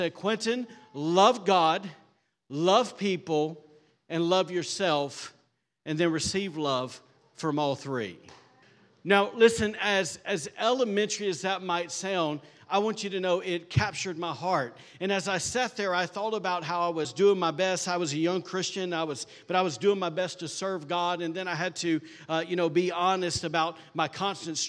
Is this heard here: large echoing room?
yes